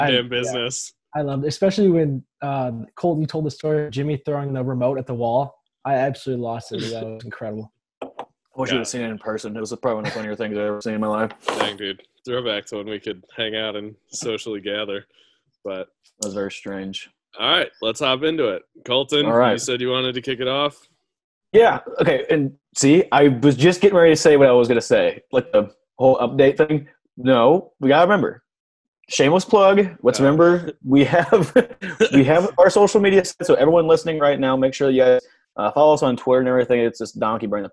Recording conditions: video call